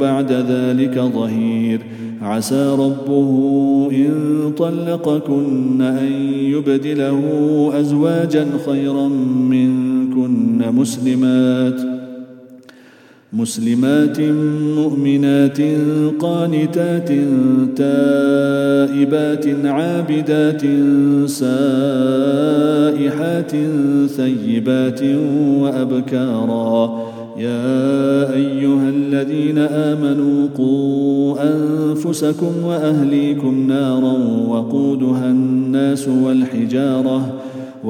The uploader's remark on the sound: at the Houghton Masjid (West Street)